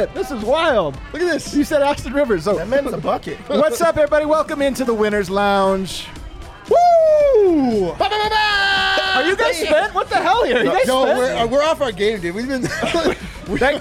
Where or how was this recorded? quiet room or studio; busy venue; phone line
busy venue